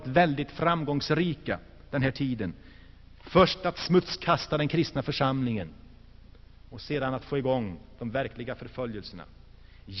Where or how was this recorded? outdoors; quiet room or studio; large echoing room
large echoing room